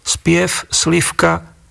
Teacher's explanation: sa vo všetkých pozíciách spoluhláska V mení na F